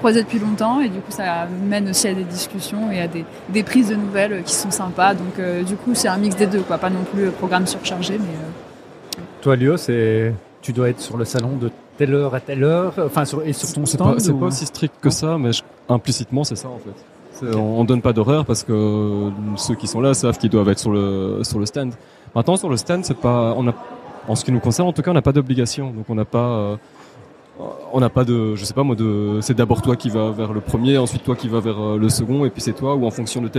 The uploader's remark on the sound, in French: Nous enregistrons directement du salon Learning Technologies France de Paris. Même si les conditions d’enregistrement sont inédites.